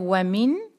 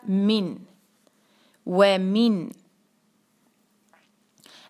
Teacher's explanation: वहाँ पे आपने होंडों को गोल किया जैसे कि हम जो है वो सीटी बजाने के लिए करते हैं या फिर हम इंग्लिश के हु की तरह वाव को पे होंडों को गोल किया और व अदा किया. वा नहीं और व नहीं बल्कि दरमियानी आवाज़ हल्की सी बस झुकती हुई